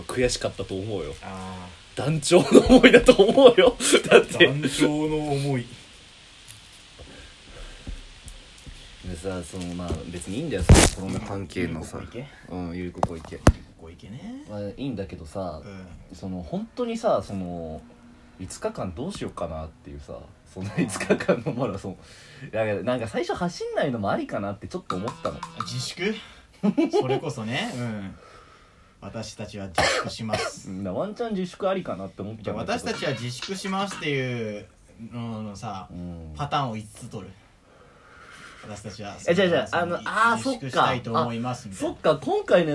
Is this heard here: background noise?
yes